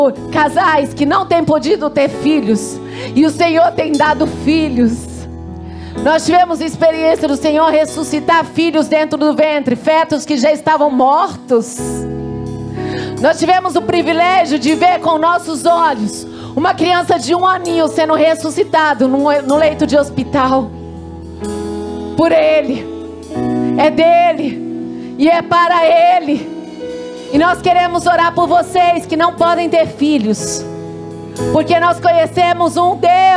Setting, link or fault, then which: setting, large echoing room